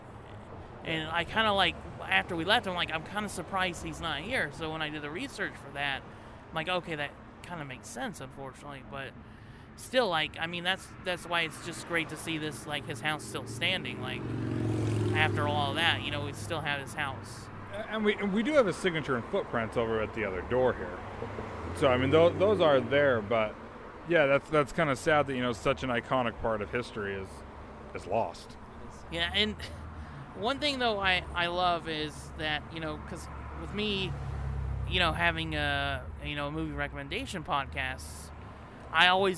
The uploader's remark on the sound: This week's episode of the podcast is a special episode, recorded live on the steps of the old Charlie Chaplin studios in Hollywood! On the steps of the old Chaplin Studios, now the Jim Henson Studios.